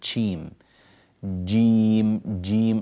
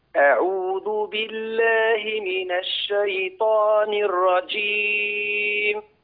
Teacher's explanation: اجعل الجيم يعني كما يسمونها يعني مجهورة، بمعنى لا يخرج معها هواء · Shown in: second take · لا تقول تشيم جيم جيم، صوتها مكتوم أكثر.